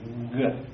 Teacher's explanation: Ge is in good Yorkshire gamma, all gammaed up, block, solid block. You pronounce it as a voiced consonant at the back of your mouth by blocking it